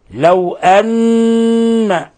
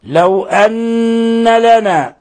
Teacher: طرف اللسان يلصق في أصول ثنايا العليا حتى تتحقق الغنة